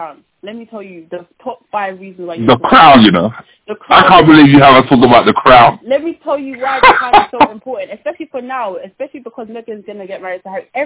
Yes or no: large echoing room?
no